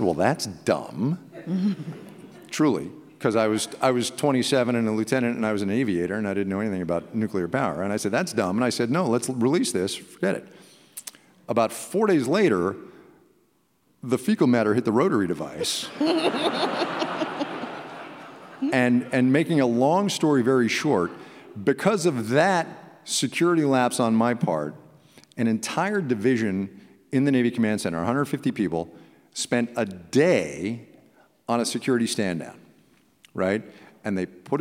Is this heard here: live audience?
yes